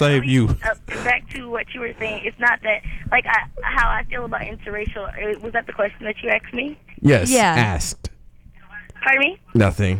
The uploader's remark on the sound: Unfortunately, the panel I had planned fell through so the discussion was a little bit one sided. We also had an angry woman call.